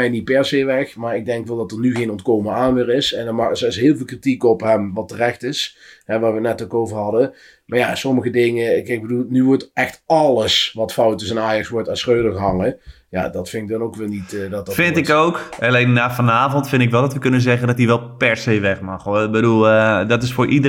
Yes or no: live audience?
no